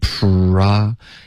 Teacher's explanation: 开头 PR 的这个音 pra 要嘟嘴 · Term: 融合音